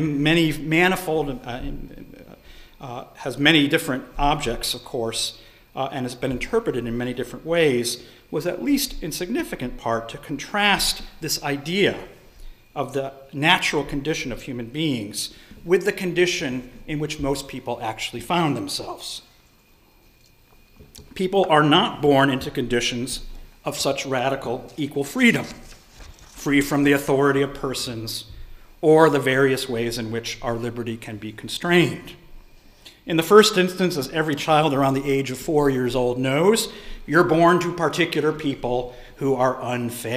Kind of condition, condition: setting, large echoing room